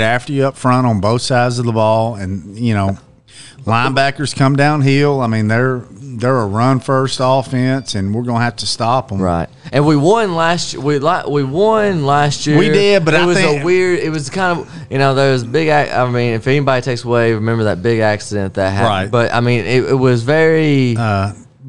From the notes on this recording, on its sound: We're live at Barrel House BBQ